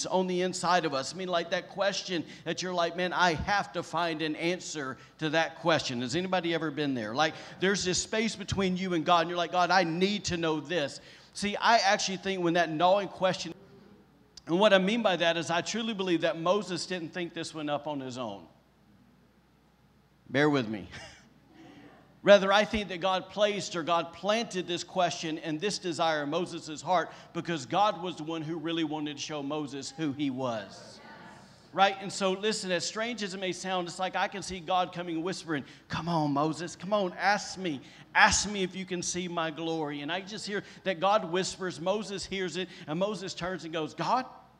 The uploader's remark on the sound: recorded on Sunday, June 6th, 2021, during service at The Anchor Church in Rockport, Maine.